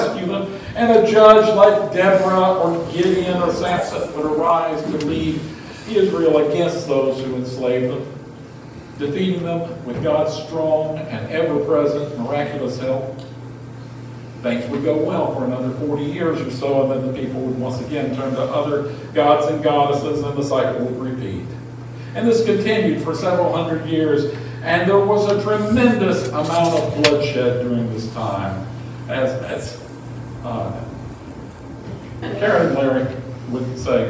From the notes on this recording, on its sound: Apologies for the audio quality. Our primary audio system died, so this was recorded from the backup system.